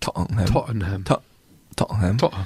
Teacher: Das T wird ja durch einen glottal ersetzt.